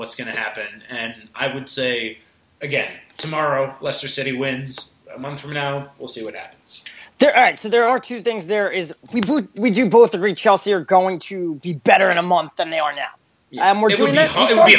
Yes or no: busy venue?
no